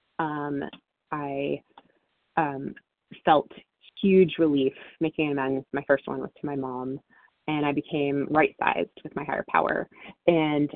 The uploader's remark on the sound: 100 Pounders Phone Meeting